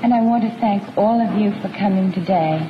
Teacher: speaking as usual in her soft, breathy voice, on the verge of cracking